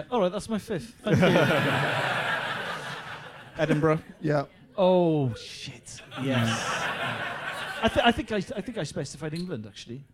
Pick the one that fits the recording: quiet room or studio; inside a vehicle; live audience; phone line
live audience